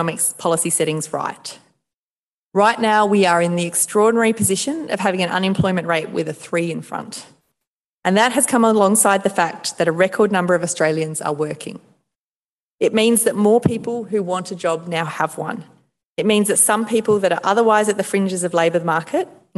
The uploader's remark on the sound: Delivered the annual Giblin Lecture in Hobart last week. A partnership between the University of Tasmania and the Tasmanian branch of the Economic Society of Australia.